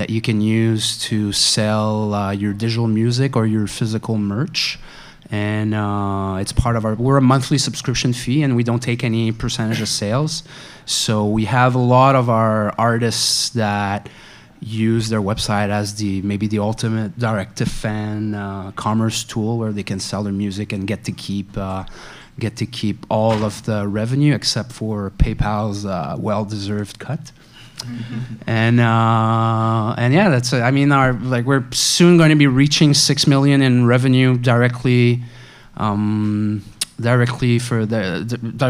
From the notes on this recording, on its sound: SF MusicTech Summit X - February 13, 2012 - Panel Discussion